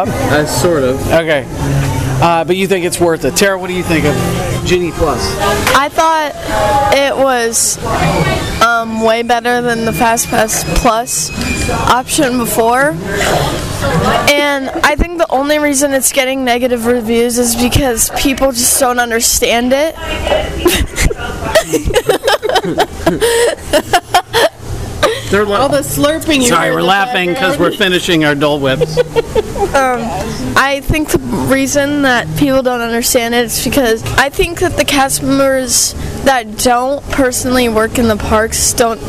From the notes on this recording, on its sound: We're "live" from the parks. Live From Walt Disney World 2022. We're checking in from Moonlight Magic in Disney's Hollywood Studios, Adventureland in The Magic Kingdom and Guardians of the Galaxy from EPCOT.